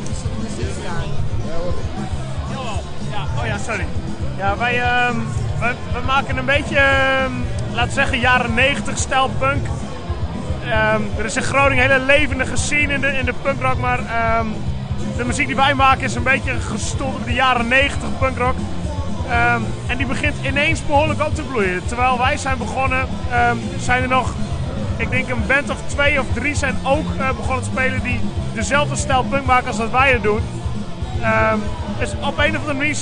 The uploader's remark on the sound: at the GGI Festival